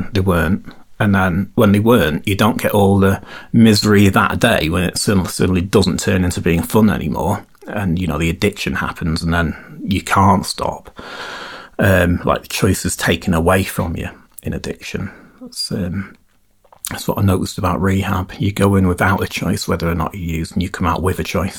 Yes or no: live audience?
no